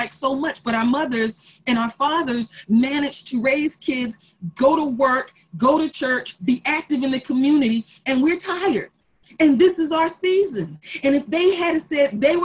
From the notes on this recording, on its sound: Our Zoom streamed service